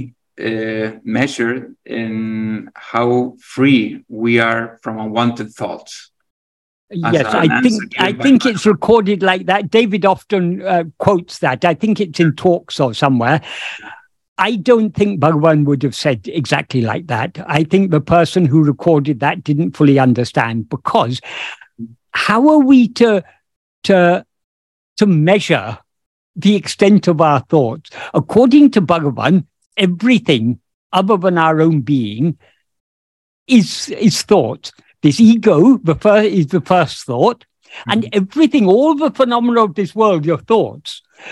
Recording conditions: video call